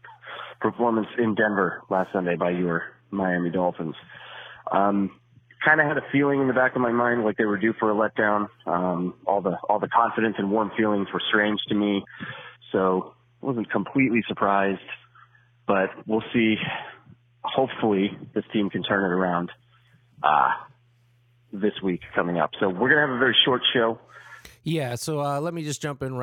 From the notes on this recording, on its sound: A quick phone